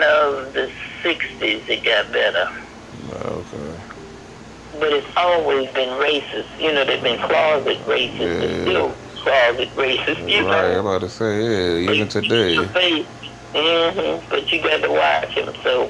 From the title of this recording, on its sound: A phone conversation with my grandma